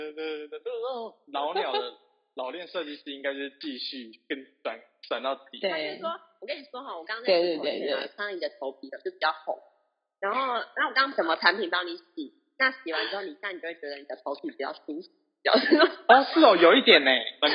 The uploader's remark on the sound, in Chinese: 本集因錄音方式導致收音欠佳